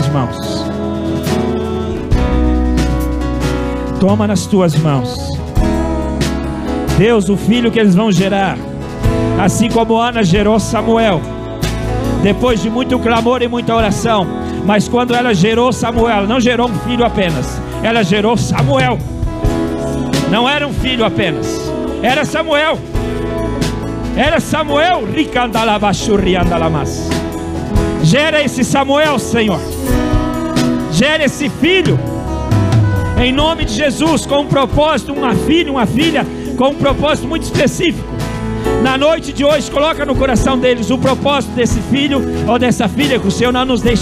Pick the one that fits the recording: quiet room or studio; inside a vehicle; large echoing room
large echoing room